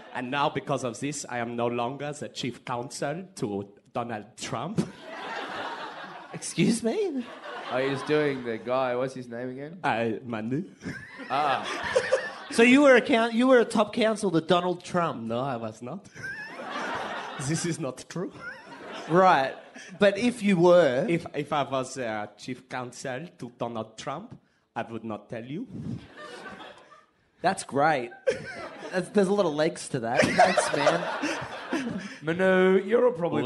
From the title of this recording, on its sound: LIVE FROM SOHO THEATRE LONDON